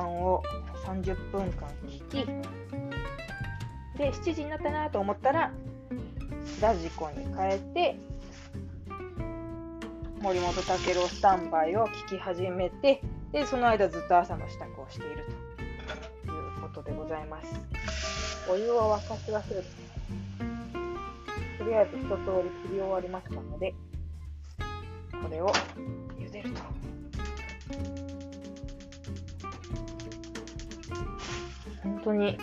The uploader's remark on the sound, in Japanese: 料理しながら録音。録り忘れていたので夜ごはんを作りながらの収録に挑戦。鳥もつ煮を作っています。